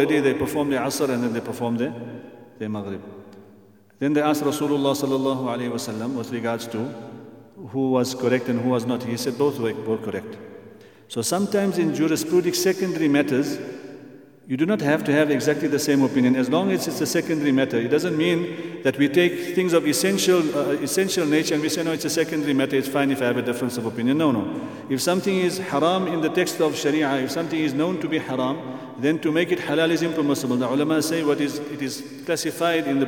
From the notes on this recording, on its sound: at the Houghton Masjid (West Street)